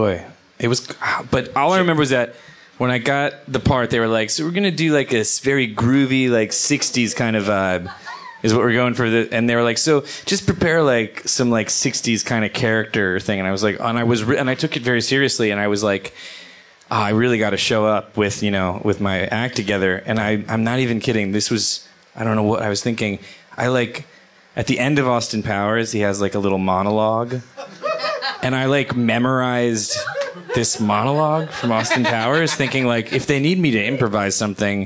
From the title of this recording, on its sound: Live at Union Hall